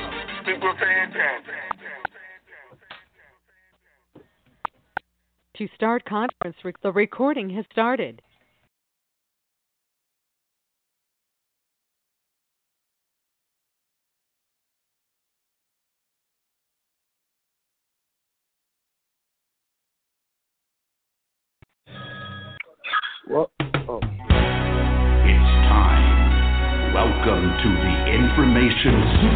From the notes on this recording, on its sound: TNTSuperfantastic Conference Call.